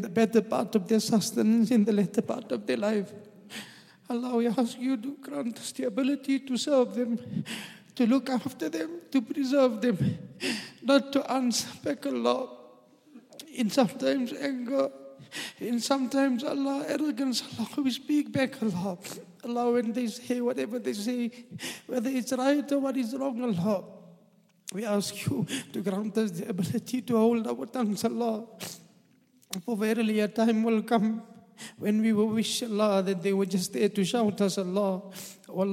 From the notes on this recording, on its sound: at the Houghton Masjid (West Street)